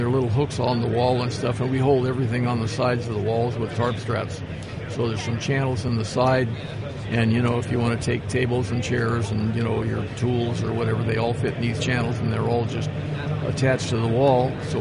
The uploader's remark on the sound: SEMA 2016. This episode I'm joined live from the SEMA show floor.